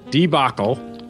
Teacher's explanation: the proper pronunciation of D-E-B-A-C-L-E is debacle, with the stress on the second syllable